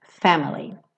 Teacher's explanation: Family é uma palavra que, tradicionalmente, tem a sílaba tônica... Tem como sílaba tônica a primeira